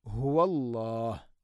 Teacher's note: അടുത്ത ആയത്ത് ഹുവല്ലാഹുൽ ഖാലിഖുൽ ബാരിഉൽ മുസവ്വിർ, ഹുവല്ലാഹ്, നേരത്തെ പറഞ്ഞതുപോലെ ഹ ഇൻ്റെ ഉച്ചാരണം ശ്രദ്ധിക്കണം, തൊണ്ടയുടെ താഴേ ഭാഗമാണ് ഹ. ഹുവല്ലാഹ് എന്ന് പറയരുത്, ഹുവല്ലാഹുൽ ഖാലിഖ്, അൽ ഖാലിഖ്.